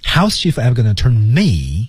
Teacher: 然后 turn me 是一个重读